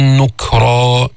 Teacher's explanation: جيب الشده في الكاف بعدين الهمس، نكرا وليس نكرا وليس نكرا.